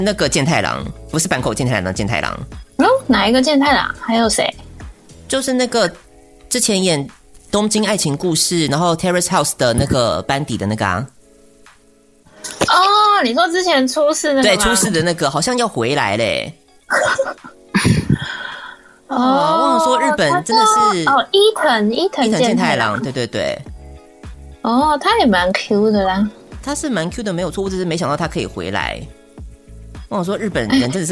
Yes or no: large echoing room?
no